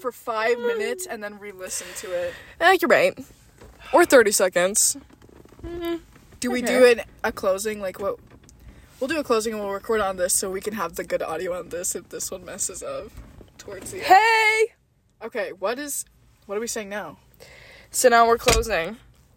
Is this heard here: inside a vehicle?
yes